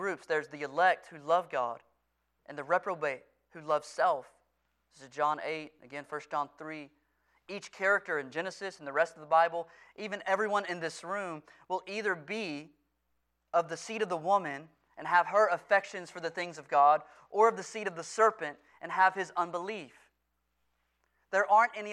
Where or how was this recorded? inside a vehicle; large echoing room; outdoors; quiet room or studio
large echoing room